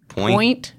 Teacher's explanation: the N and the T at the end are kind of in my throat